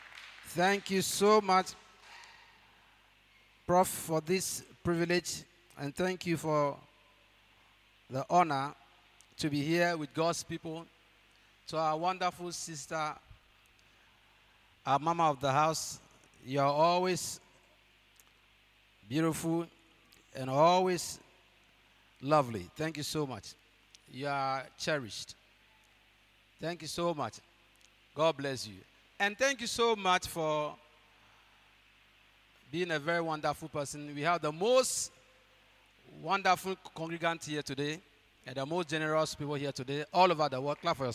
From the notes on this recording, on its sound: preached at God's Haven Ministries, The Purpose Assembly on Sunday 11th June, 2023